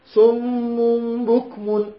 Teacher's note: فالميم الأولى الغنة أعلى من الميم الثانية